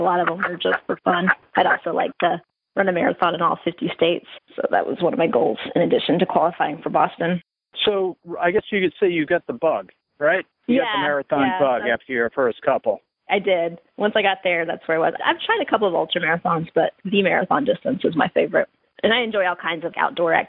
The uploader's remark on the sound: The audio quality is a bit off because we were using the telephone to record.